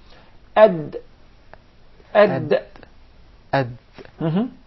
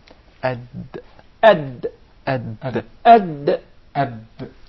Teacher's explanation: the dal is pronounced from the top side of the tip of the tongue. Top side.